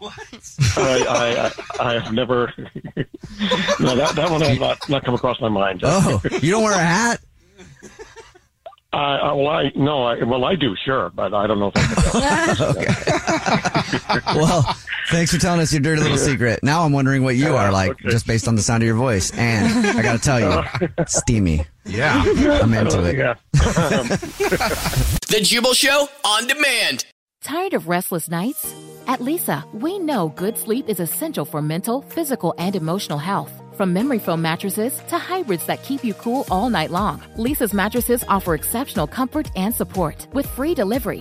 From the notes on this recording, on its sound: The listener on the phone